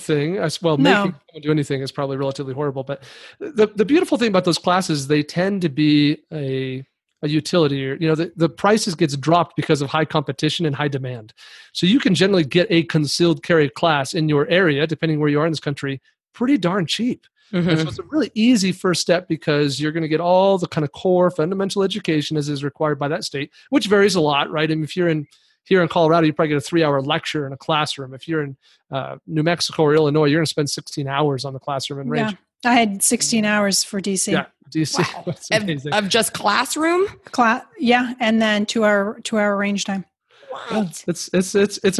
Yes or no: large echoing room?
no